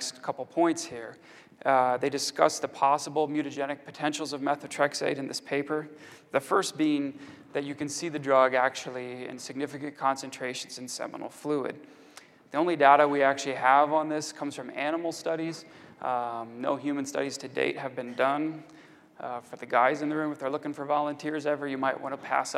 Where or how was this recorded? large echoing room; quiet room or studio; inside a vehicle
large echoing room